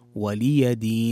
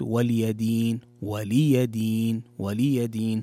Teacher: طيب، وهنا تنبيه في الآية الأخيرة في قوله تعالى لكم دينكم ولي دين، من الأخطاء الشائعة أن تقرأ ولي دين ولي دين، والصحيح أن تحقق كسرة اللام في ولي وتوضح كذلك الياء فتحة الياء · Shown in: first take